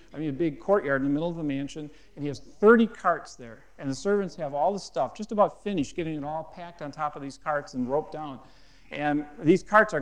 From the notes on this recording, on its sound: at a Marketplace Network Forum in Boston